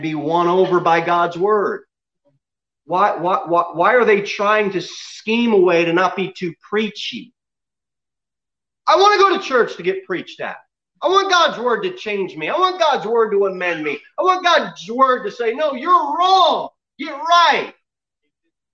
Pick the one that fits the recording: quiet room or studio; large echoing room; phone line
large echoing room